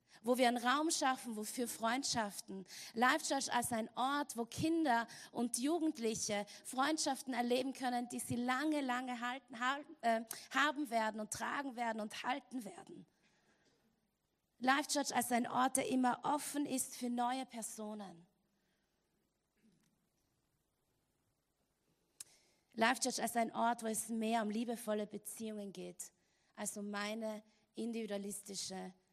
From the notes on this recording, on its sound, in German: Gottesdienst live aus der LIFE Church Wien.